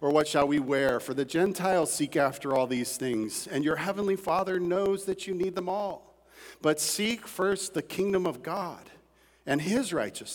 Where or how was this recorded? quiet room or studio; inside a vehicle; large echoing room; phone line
large echoing room